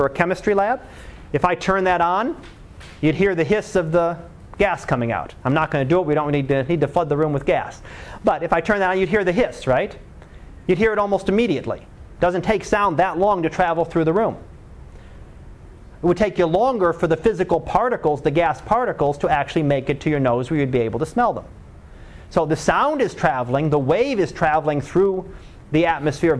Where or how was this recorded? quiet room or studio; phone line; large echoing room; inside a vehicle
large echoing room